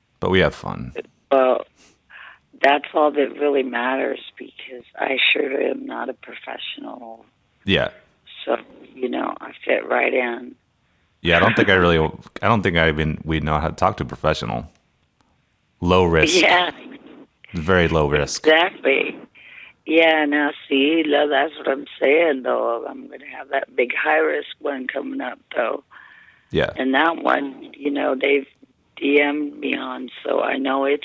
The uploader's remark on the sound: Our first ever call-in episode